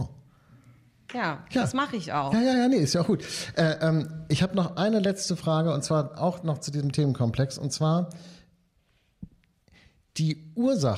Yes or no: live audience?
yes